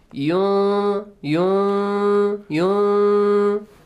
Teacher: produce the sound from your nose plus two counts. Prolong it for two counts.